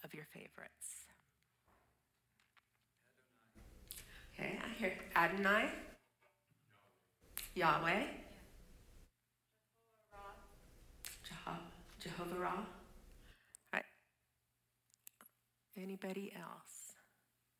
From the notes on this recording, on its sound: Audio of our worship service. Streamed live from our campus in Westlake Village, CA.